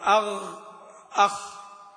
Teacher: أما أدنى الحلق ففيه الغين والخاء اللي هي جذر اللسان مع الحنك اللحمي